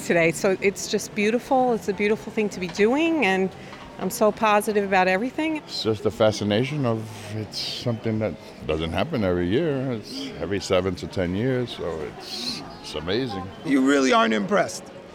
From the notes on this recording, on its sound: It took 30 minutes talking to Bronx residents outside the New York Botanical Garden to get a lesson in disparity, neighborhood history, and green spaces.